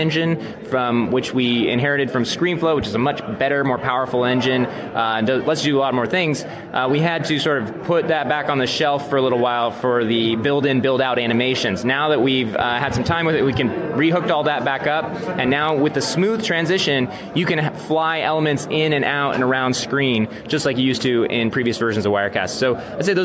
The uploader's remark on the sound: Recorded live at VidSummit 2018 in Los Angeles.